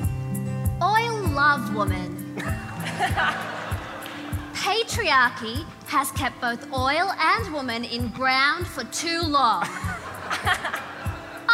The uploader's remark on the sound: A Rational Fear Live in Melbourne 10 minute Sample. 10 minute sample of the Melbourne International Comedy Festival live show.